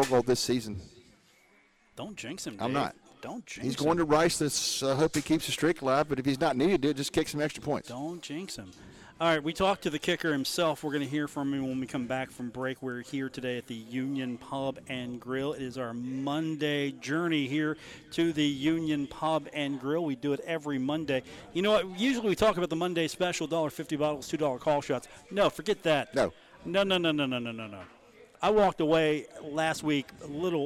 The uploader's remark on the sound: on location at the Union Pub & Grill - 1125 4th Ave in Huntington